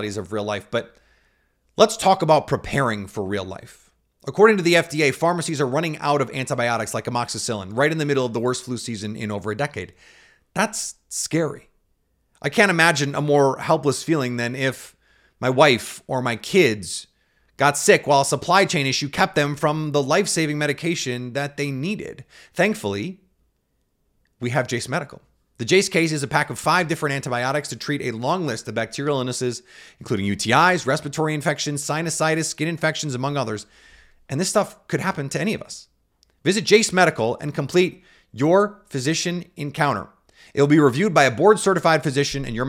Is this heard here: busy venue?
no